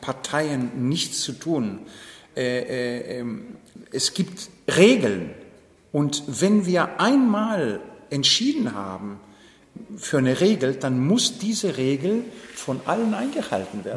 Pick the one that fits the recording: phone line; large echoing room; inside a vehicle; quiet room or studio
large echoing room